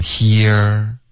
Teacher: e 后面呢要滑到一个饱满的 er，所以你会听到一个滑动